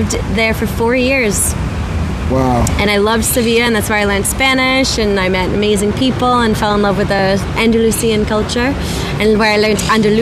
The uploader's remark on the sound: Recording from a park bench in Malaga Central